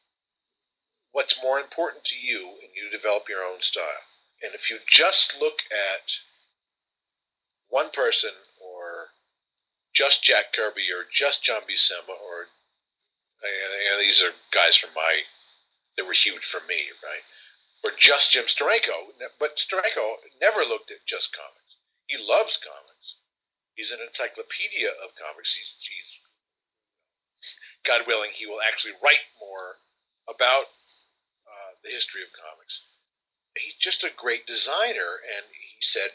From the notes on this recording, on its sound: There were some major problems with the recording but we did manage to fix a good chunk.